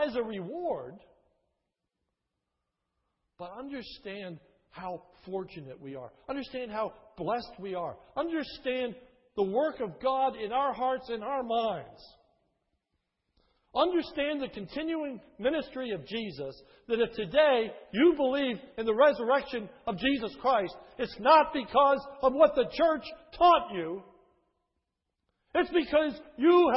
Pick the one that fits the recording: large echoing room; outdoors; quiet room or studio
large echoing room